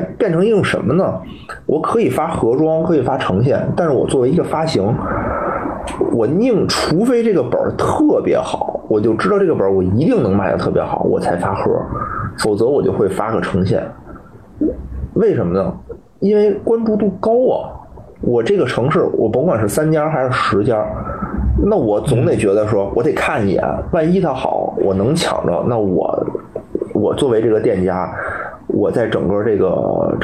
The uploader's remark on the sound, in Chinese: 本周加更一期直播节目，音质一般，多担待。